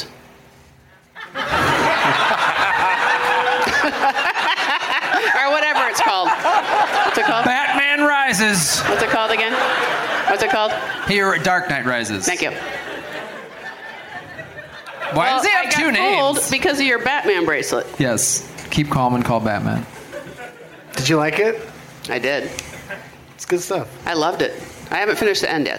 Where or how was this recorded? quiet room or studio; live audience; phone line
live audience